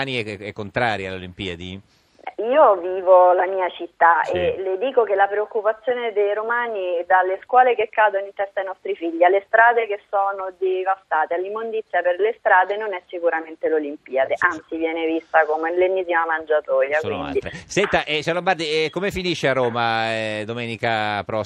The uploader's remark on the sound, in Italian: L'ospite in studio. Al telefono.